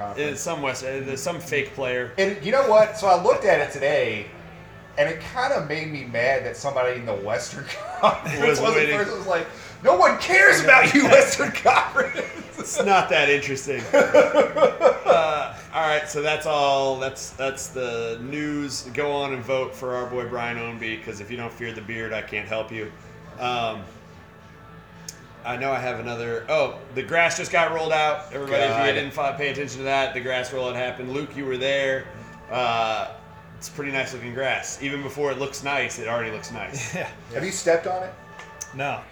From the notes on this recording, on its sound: Live from Odeon!